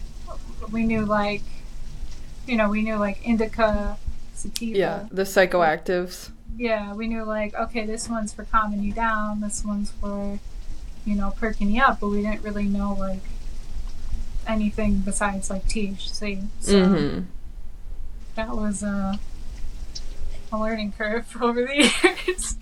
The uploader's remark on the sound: Technical difficulties aside